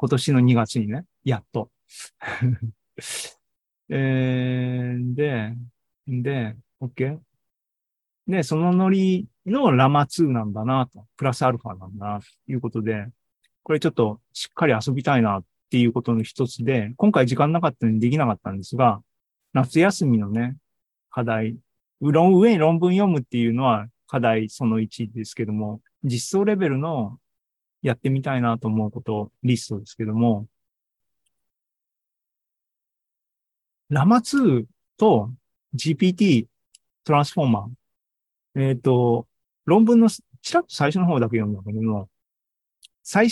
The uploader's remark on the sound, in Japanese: ２０２３年７月２９日に開催した ZOOMライブの模様です